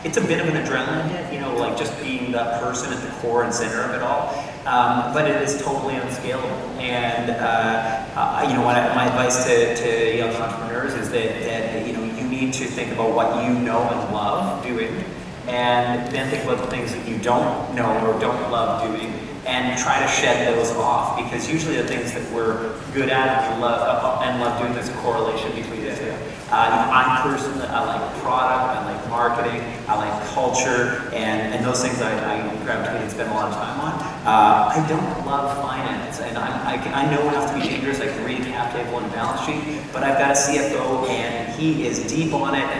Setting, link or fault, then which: setting, live audience